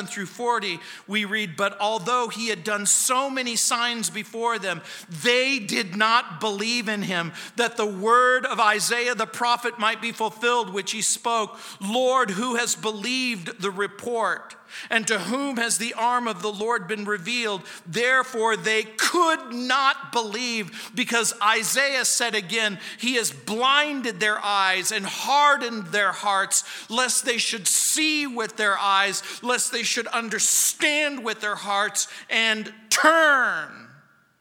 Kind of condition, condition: setting, large echoing room